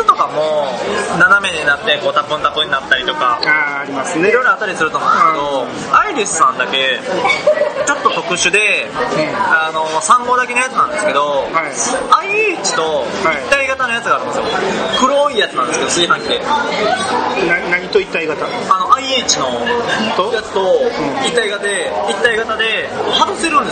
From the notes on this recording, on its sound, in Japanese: 今回は対面収録で串カツ屋さんで収録したため、ものすごい雑音の中で喋っています。お聞き苦しいかもしれませんがご了承ください。